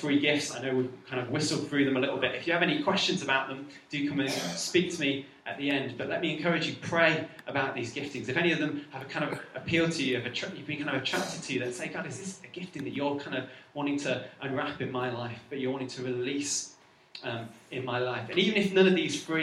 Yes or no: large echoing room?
yes